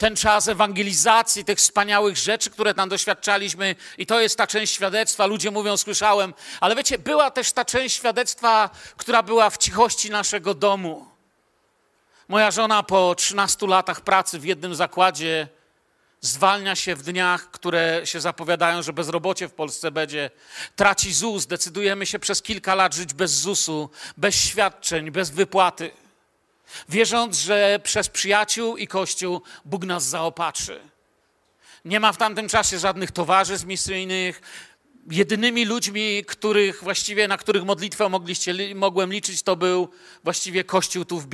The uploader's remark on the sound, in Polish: Wykład nagrano podczas nabożeństwa w Kościele „Filadelfia” Bielsko Biała.